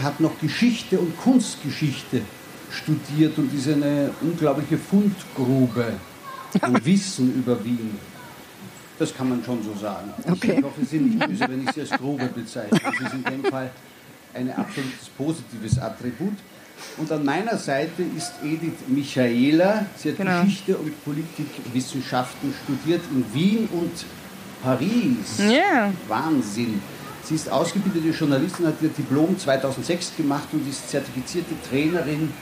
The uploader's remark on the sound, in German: Live in Ottakring. 1.Teil des Live-Mitschnitts vom Kultursommerwien 2020. Live am Nietzscheplatz über Ottakring.